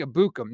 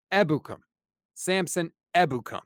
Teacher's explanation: The emphasis is on the first syllable. · Shown in: second take